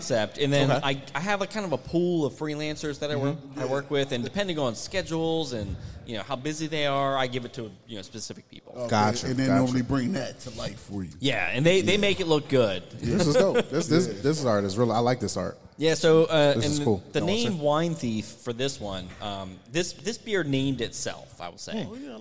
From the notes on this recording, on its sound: go live from Autumn Arch Beer Project